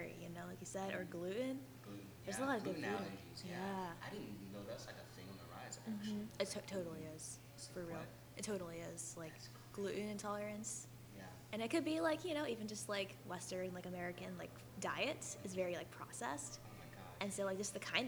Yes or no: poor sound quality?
yes